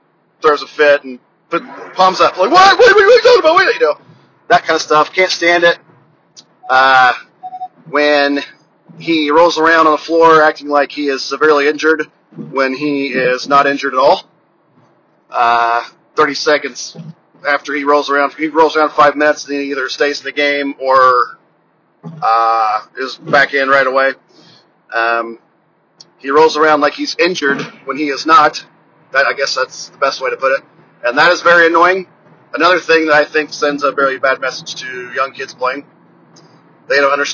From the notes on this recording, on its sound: FROM MY CAR. I got bored on a long drive home today so decided to hit record.